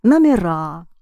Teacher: the stress shifts to the ending or becomes unstressed, so you pronounce номера.